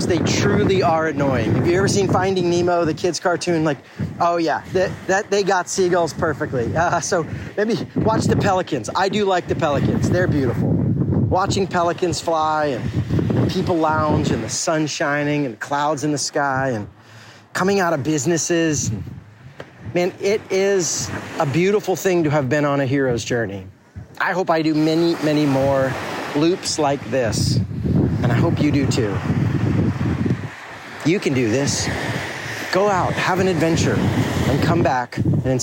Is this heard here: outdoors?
yes